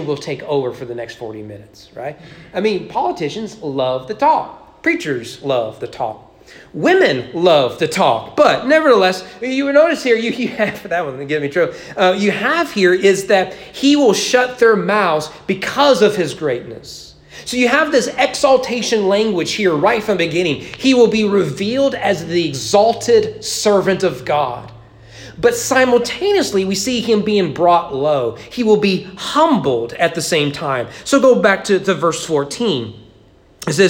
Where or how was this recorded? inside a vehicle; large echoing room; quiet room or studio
large echoing room